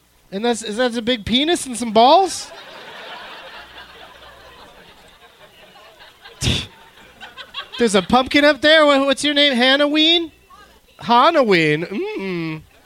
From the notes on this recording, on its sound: Live at the Punch Line in San Francisco